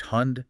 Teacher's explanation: The rule is basically, if a consonant that blocks airflow, an obstruent like BDGVZ, occurs at the very end of a word, pronounce it as its voiceless counterpart, PTKFS. So hond, dog, with a D sound, gets pronounced with a T sound. · Term: obstruent devoicing